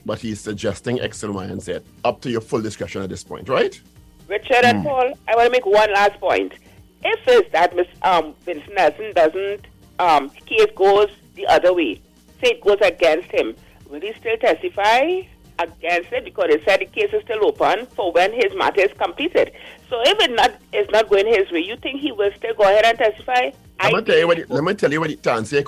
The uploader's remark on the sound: During this hour we take calls from our audience